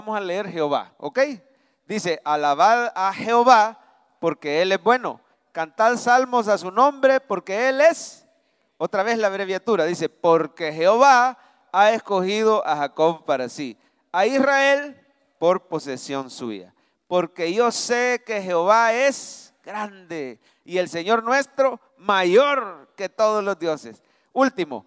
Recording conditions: large echoing room